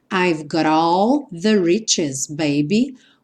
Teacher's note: I've got all, novamente o T virou r, r, r, por conta da junção com all.